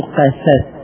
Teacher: لأن القاف مستعلية والسين منخفضة فيكون انحدار، والانحدار ما في ثقال.